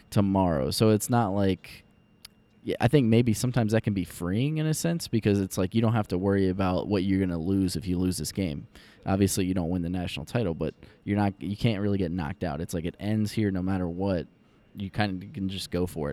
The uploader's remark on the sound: Live From the Final Four